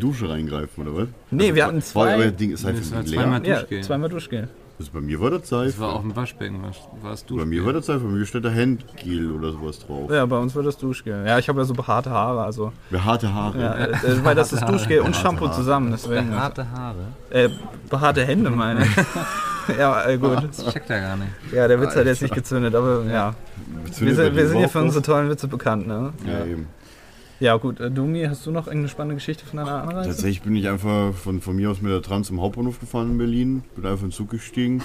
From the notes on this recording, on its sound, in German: Direkt aus dem Pressebereich der Messe Leipzig haben wir eine neue Version des besten Podcasts aller Zeiten aufgenommen.